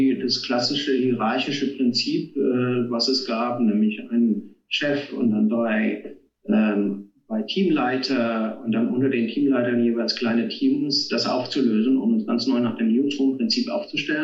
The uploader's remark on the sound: (don't mind the audio quality). Sorry für die Audio-Qualität.